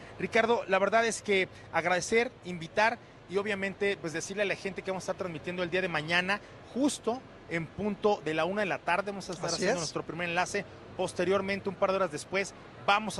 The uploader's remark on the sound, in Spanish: En vivo desde el Auto Show Imagen Puebla 2023